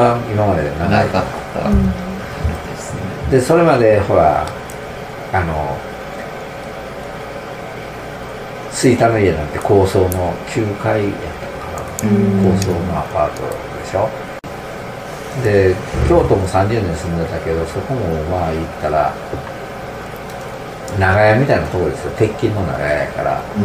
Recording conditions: sounds in the background